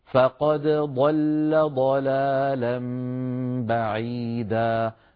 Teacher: إذن أهل المشرق لما نقرأ برواية حفص نقول فقد ضل ضلالا بعيدا، نظهر الدال عند الضاد · Term: الدال مظهرة